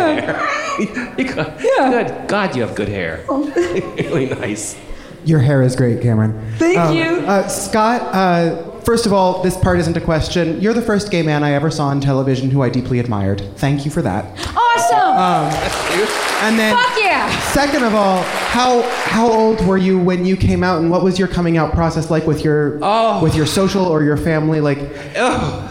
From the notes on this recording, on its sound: live at SF Sketchfest